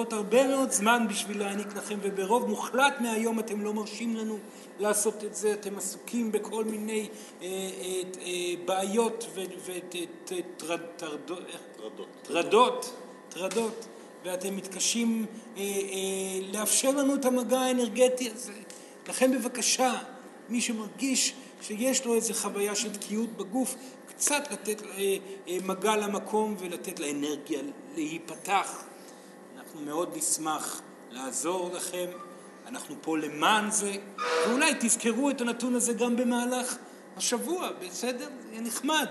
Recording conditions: live audience